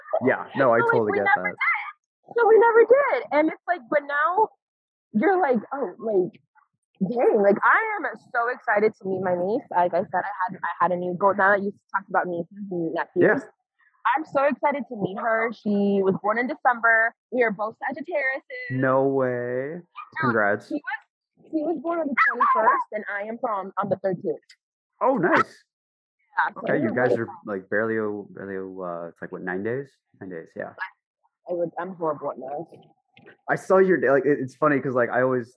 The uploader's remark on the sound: Apologies for the audio, we were tight on scheduling and did this over zoom where one of us was outside.